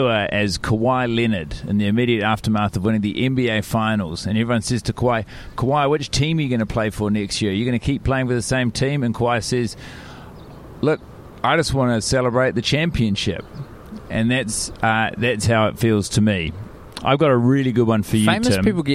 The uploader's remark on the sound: in a dog park in Chicago enjoying the sights, sun and canines